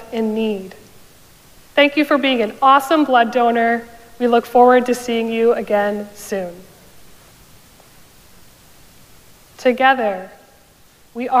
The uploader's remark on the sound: Recorded live at Arlington Street Church